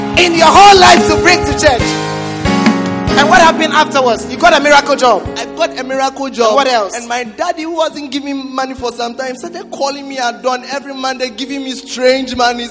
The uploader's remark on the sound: Preached at the Prophetic Encounter Service.